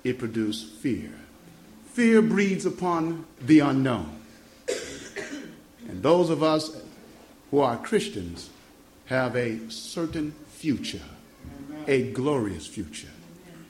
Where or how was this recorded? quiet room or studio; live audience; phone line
live audience